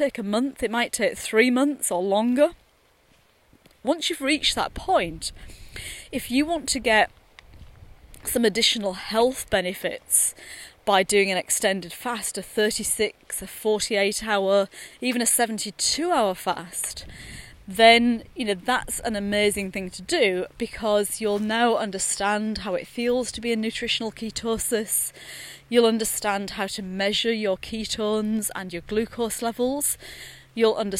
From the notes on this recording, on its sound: recorded during daily walks